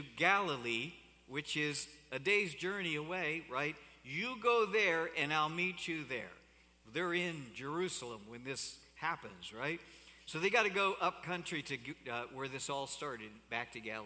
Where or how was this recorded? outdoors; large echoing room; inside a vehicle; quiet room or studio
large echoing room